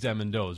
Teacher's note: And then there were immigrant additions, the D for TH